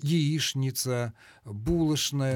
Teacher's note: Старомосковская норма требовало последовательного произнесения звука «ш» на месте звука «ч» перед другим согласным. · Term: старомосковское произношение